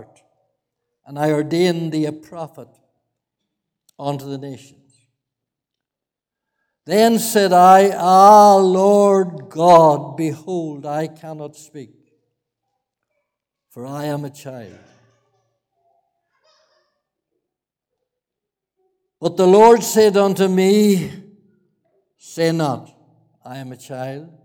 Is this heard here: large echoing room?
yes